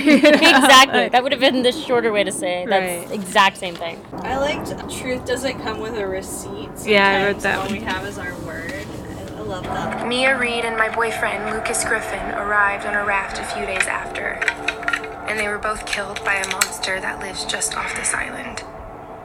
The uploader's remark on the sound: With plenty of ambient sound to set the scene.